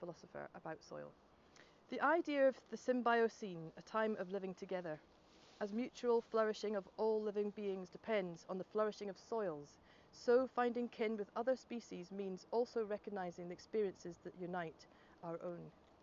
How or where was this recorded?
outdoors